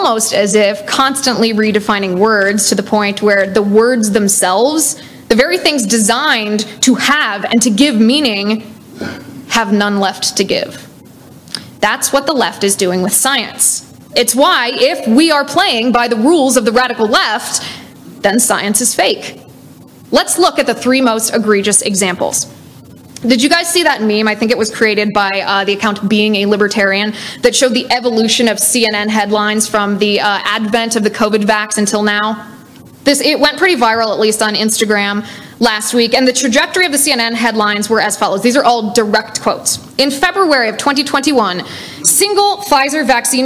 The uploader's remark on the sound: LIVE at Rocky Mountain College